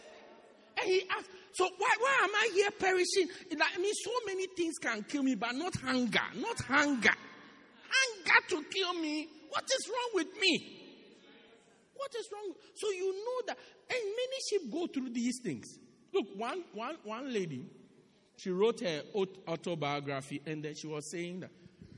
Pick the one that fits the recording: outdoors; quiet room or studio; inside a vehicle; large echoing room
large echoing room